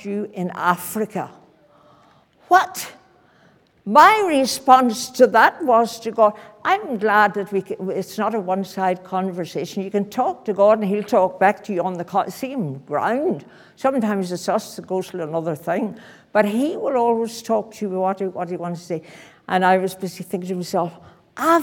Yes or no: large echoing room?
yes